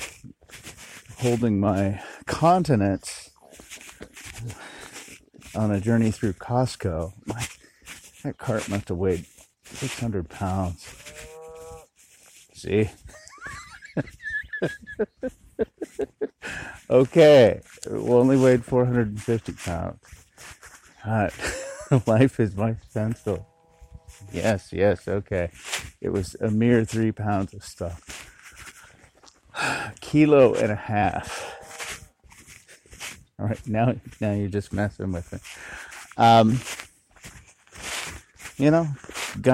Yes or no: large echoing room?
no